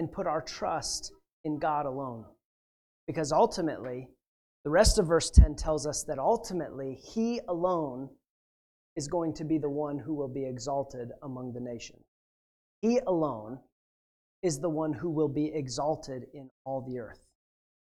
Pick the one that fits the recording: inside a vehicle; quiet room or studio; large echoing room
large echoing room